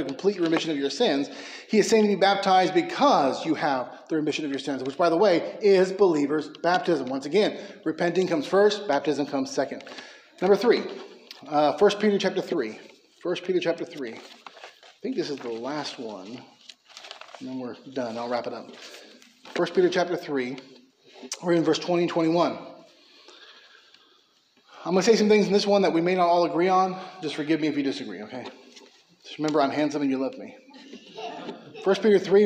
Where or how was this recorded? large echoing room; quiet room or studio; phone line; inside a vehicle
large echoing room